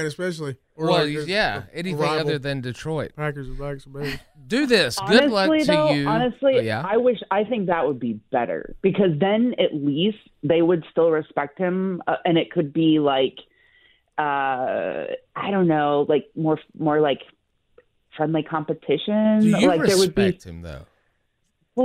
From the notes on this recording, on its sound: Open Phones